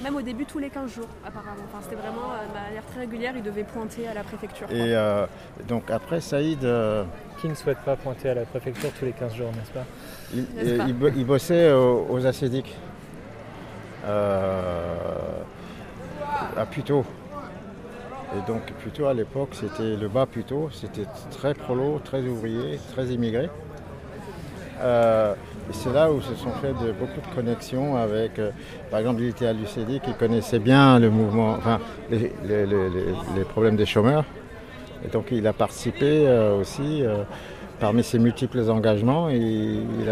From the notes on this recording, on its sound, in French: En accomplissant ensemble deux marches sur les traces de ces histoires. Les deux enregistrements que ces marches ont produit. Ce qui crée leur cohérence néanmoins est la progression spatiale que nous accomplissons, ainsi que l’excavation de différentes strates de la géologie politique de Paris à chaque endroit où nous nous arrêtons.